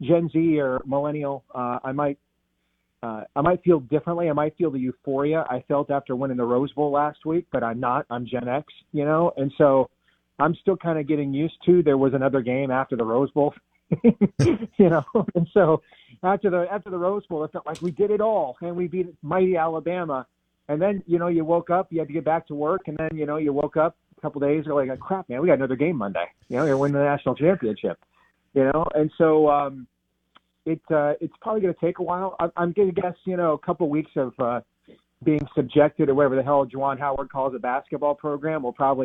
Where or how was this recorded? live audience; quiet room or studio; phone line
phone line